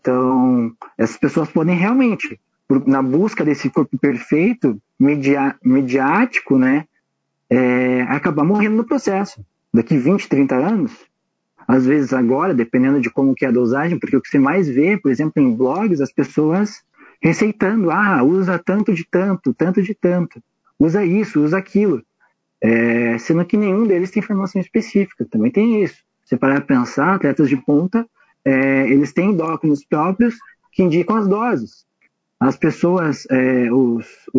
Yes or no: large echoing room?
no